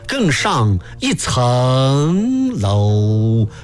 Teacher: 层是因为是阳平音，楼是因为是韵脚，韵脚拖长